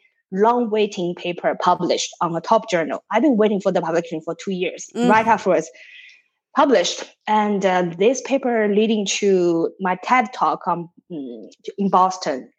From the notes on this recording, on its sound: chats via video call